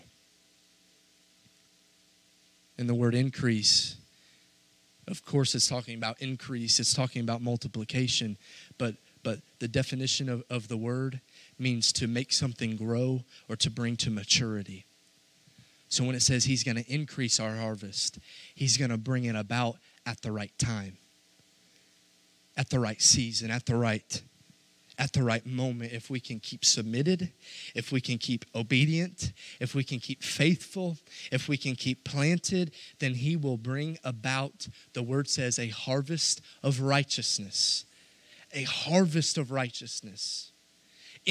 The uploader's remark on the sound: This message was preached Sunday, February 20, 2022, at our Cowden, Il location.